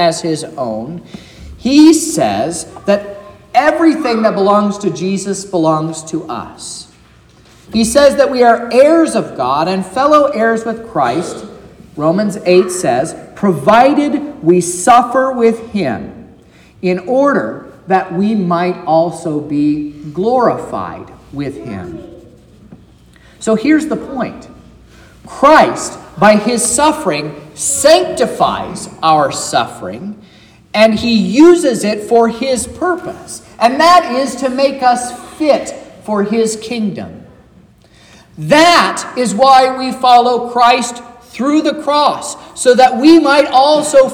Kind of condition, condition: setting, large echoing room